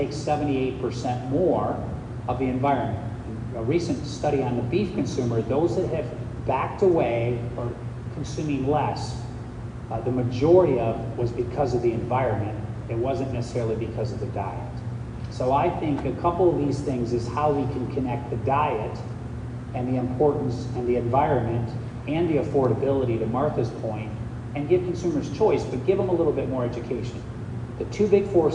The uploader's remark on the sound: AgriNovus hosted a panel discussion at Indiana's first Global Economic Summit last week and we've got the full session right here.